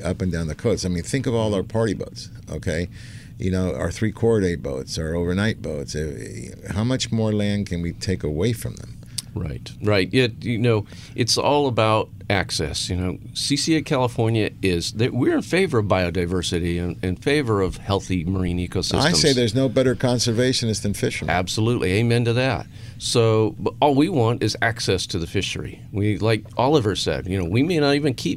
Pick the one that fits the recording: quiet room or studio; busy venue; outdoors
busy venue